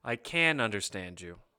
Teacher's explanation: the T is barely pronounced, and the N sound is more nasal in your nose and a little longer. The vowel sound stays the same.